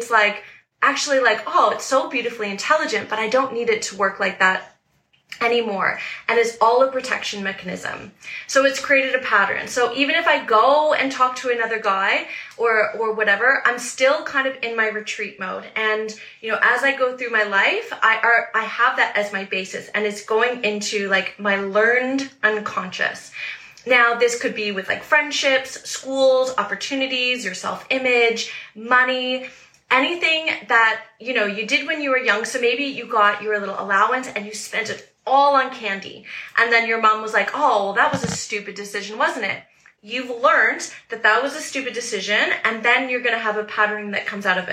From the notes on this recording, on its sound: This episode is an instagram live that I did a little while ago